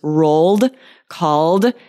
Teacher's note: You hear how that ED makes that duh sound because the letter right before, the sound right before the ED is a voiced sound